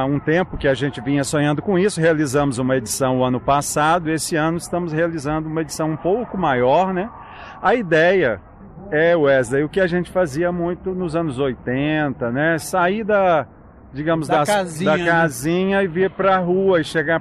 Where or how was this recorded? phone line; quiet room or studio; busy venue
busy venue